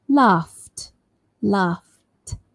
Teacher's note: Remember, f is a voiceless sound. So the end is also voiceless. T. Laughed.